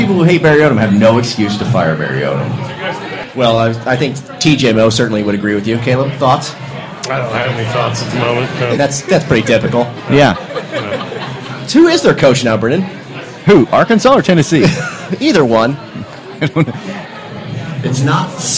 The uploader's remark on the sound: The gang comes at you LIVE from iTap in downtown Columbia.